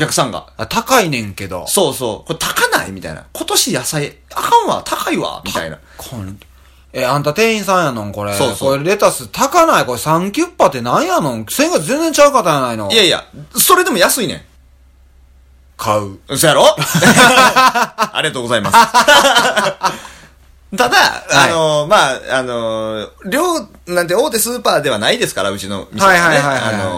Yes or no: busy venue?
no